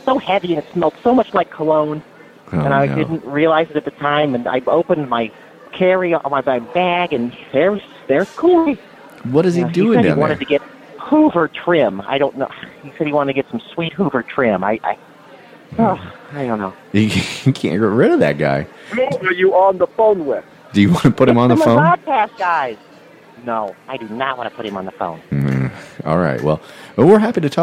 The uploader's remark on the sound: Live from Hoover, Alabama, the Mizzodcast gang crashes SEC Media Days